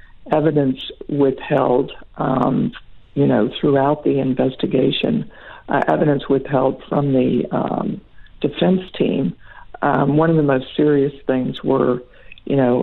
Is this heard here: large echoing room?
no